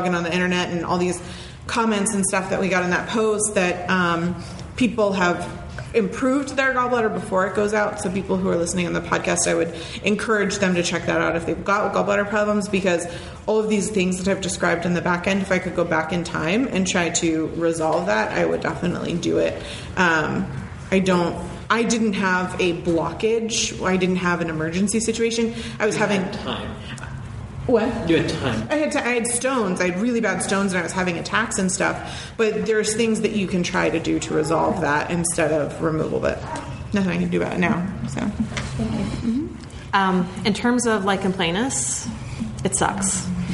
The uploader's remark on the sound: In this episode, it's the second part of our LIVE show!